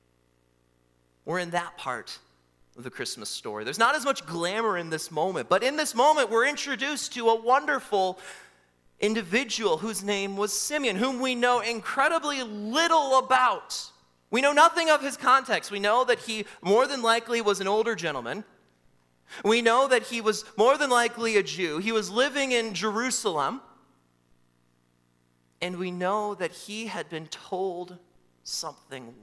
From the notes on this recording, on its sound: during the Christmas Eve Morning Worship Service on Sunday, December 24, 2023, at Calvary Baptist Church in Battle Creek, Michigan